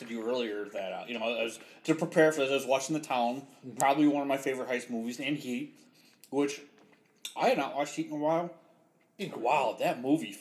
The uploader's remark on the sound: Some slight issues and this was the first time recording with a new Mic